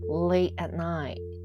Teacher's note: t がほとんど聞こえないと思います